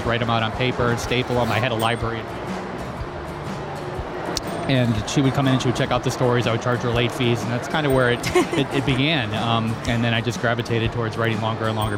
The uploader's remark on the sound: Live from SIBF